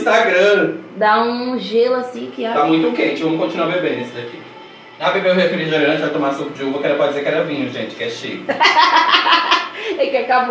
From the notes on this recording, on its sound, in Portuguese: Episódio gravado ao vivo!